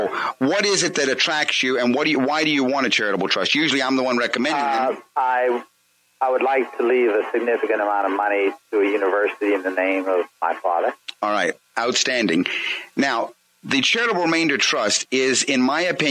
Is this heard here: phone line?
yes